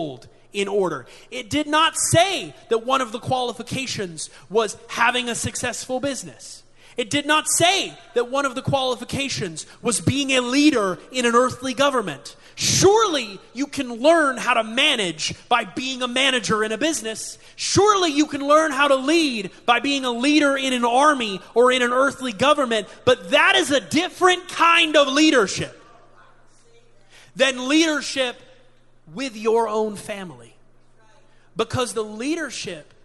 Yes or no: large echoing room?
yes